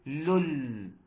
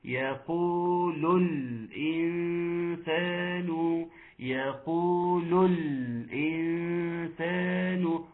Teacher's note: ثم ترقيق اللام وتحقيق ضمها